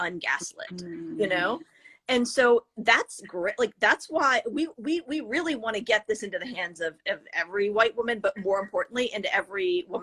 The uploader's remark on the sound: This conversation is a replay from an Instagram live interview